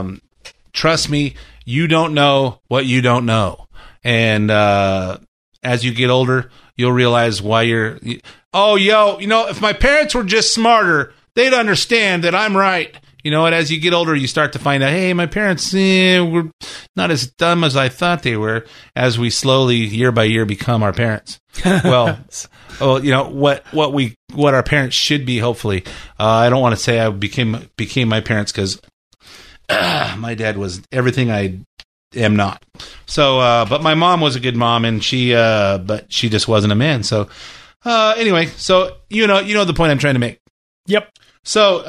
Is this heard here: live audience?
no